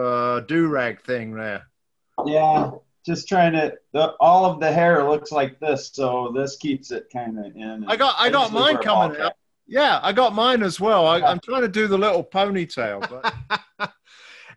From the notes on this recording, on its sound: on a Zoom call